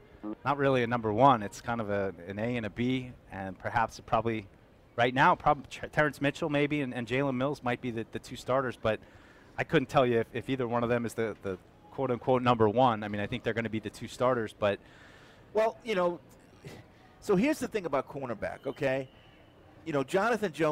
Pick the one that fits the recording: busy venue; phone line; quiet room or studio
busy venue